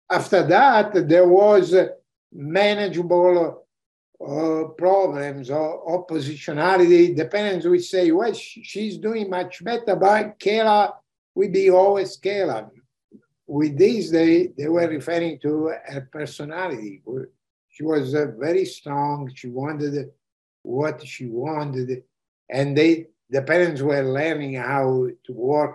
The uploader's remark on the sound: This episode features the audio from one of the ACO case presentation series webinars.